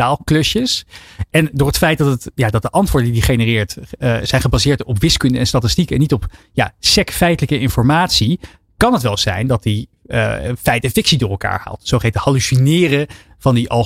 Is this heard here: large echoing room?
no